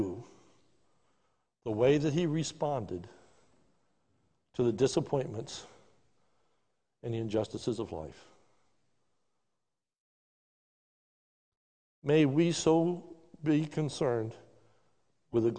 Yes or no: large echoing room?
yes